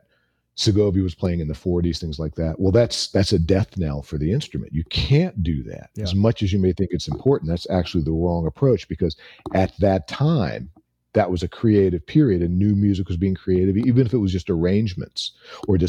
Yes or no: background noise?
no